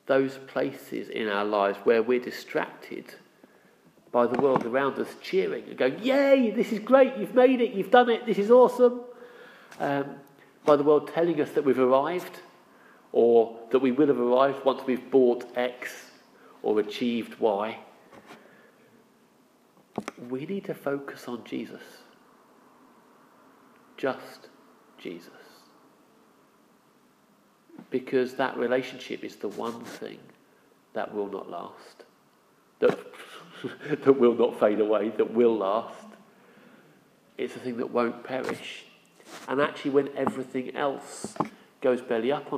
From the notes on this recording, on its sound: Our sermon from the 9am Palm Sunday service